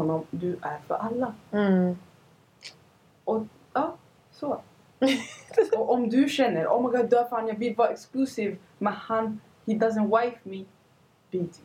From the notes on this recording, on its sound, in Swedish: Ljudet är av sämre kvalitet i det här avsnittet, ber om ursäkt.